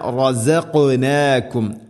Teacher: റസഖ് ഖാഫിന് സുക്കൂനാണ്, ഖൽഖല ചെയ്യണം, ശരിക്കും കേൾക്കണം. മാ റസഖ്നാകും, മഖ്റജും ശ്രദ്ധിക്കണം, തൊണ്ടയുടെ മുഗൾ ഭാഗവും കഴിഞ്ഞ് ചെറുനാക്കിൻ്റെ ആ ഒരു ഭാഗമാണ് ഖാഫ്.